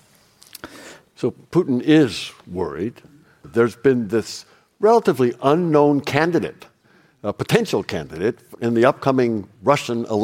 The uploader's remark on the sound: Live from the US Embassy. The team appeared on stage at the US Embassy in London for a live recording.